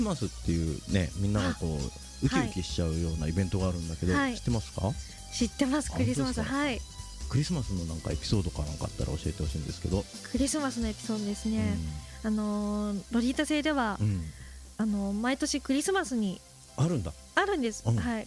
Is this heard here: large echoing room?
no